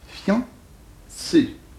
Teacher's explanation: C'est fiancé, c'est-à-dire deux syllabes. Bon, il ne faut pas prononcer un i, mais on prononce un iode. Fian. Une seule syllabe, voyons.